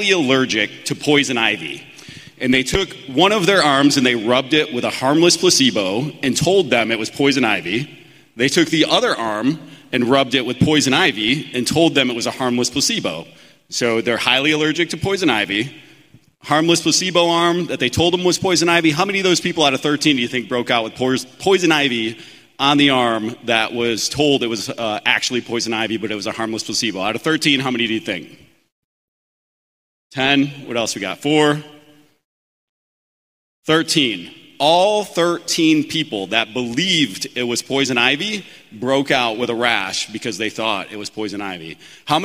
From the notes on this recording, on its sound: Live from IPPA 2022. We recorded this episode live from the IPPA conference in Las Vegas on March 4th, 2022.